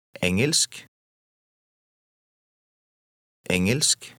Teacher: Note how the middle of the word Engelsk is pronounced. The faint G sound almost disappears.